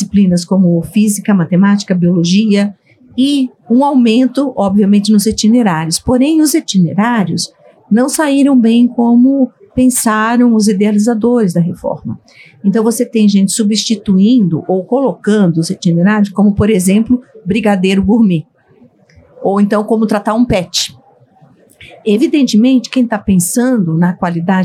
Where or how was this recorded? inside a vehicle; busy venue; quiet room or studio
busy venue